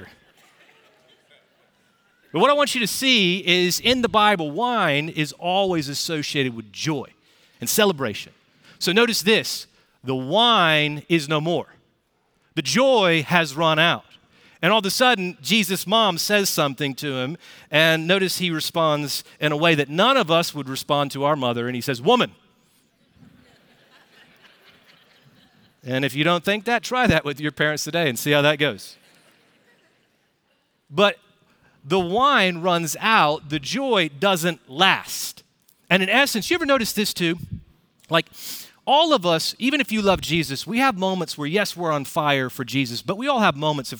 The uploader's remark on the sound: Recorded Live at Brookwood Church on 02.18.2024